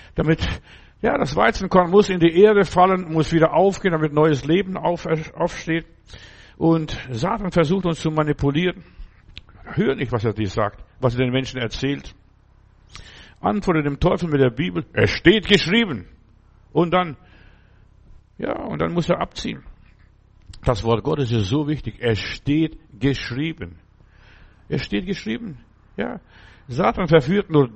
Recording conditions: large echoing room